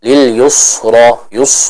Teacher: Dan kalau kita melihat di antara kesalahan yang sering terjadi, misalnya dikata lil yusra, itu seorang dengan tidak sengaja ya membaca huruf sinnya dengan tebal sehingga suaranya nanti mirip kepada huruf sad. Contoh lil yusra yus, nah ini kurang tepat.